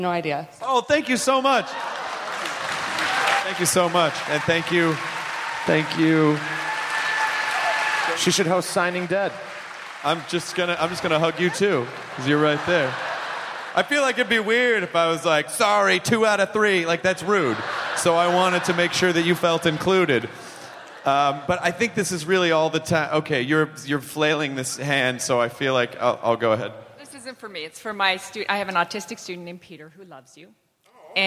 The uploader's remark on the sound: Live at SDCC